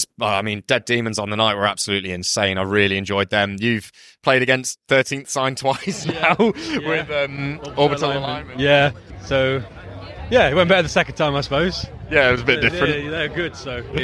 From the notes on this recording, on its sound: Live from Bloodstock Festival. Played the New Blood Stage earlier that day to a packed tent.